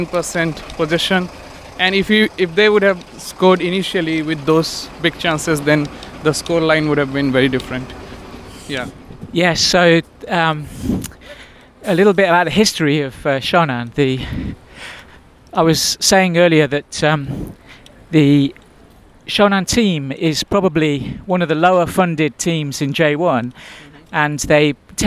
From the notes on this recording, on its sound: The noisy streets of Shonan. Make a second attempt at recording their post match thoughts. Recorded while walking along the main road on the way back to the station after the away match between Yokohama F. Marinos and Shonan Bellmare.